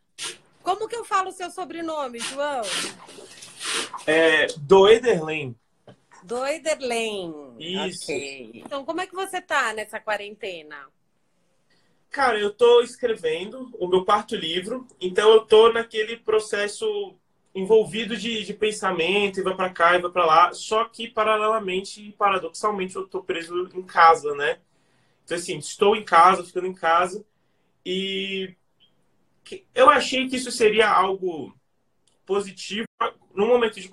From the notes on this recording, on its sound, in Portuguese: Direto do isolamento, em sua casa em Brasília.